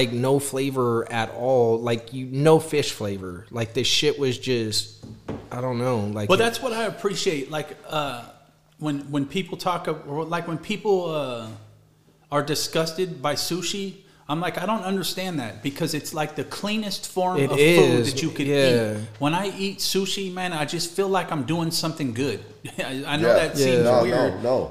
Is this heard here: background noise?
no